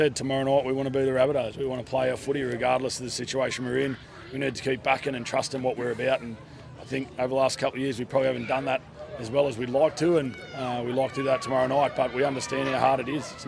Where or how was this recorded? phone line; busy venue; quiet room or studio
busy venue